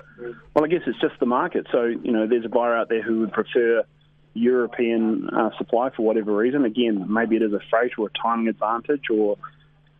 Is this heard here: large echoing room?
no